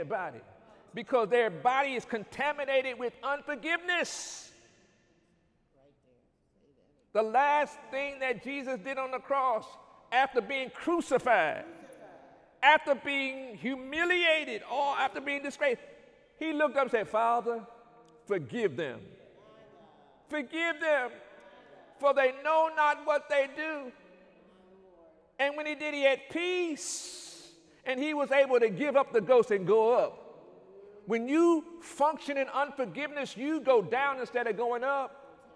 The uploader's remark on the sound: During Sunday morning service on January 12, 2020